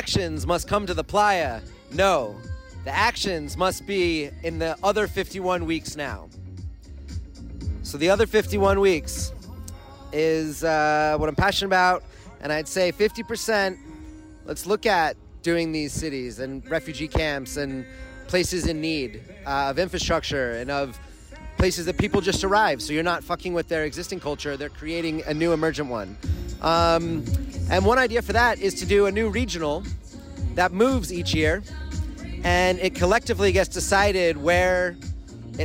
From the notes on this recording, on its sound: Live From Burning Man 2023. Hosts live from A Transformation Station, at Burning Man 2023.